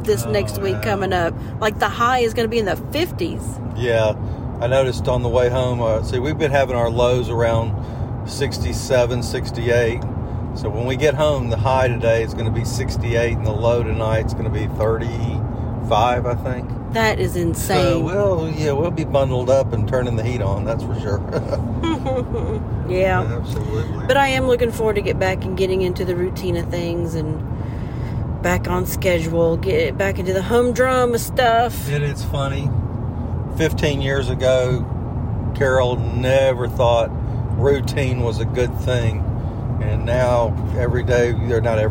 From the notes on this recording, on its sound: We are in the car headed home.